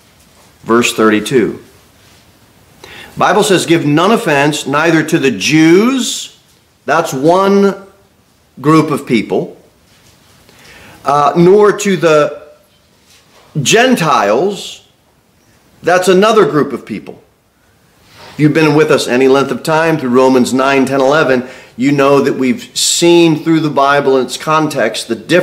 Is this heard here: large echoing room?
yes